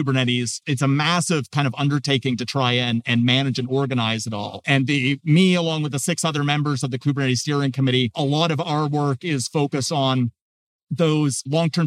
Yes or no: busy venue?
yes